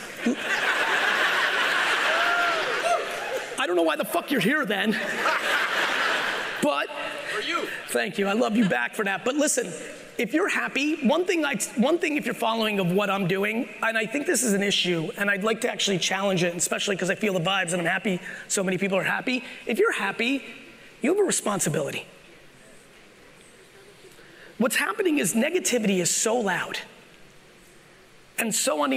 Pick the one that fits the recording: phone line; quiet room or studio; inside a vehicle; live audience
live audience